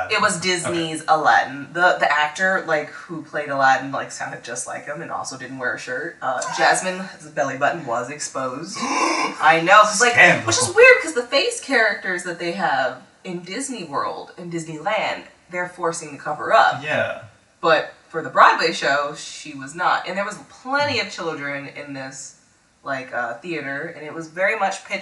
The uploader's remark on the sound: Our mic was having a rough week... Apologies for the audio.